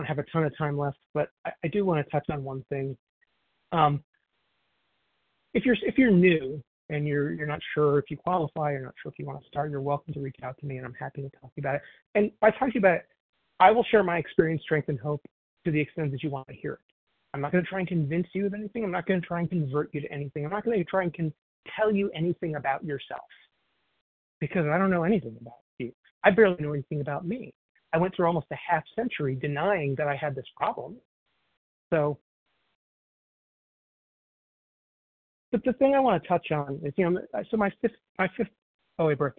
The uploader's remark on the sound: 100 Pounders Phone Meeting.